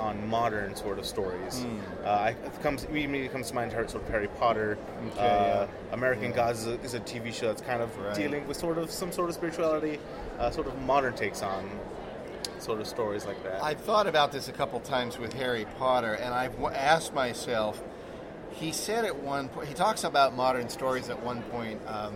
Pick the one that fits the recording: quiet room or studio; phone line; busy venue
busy venue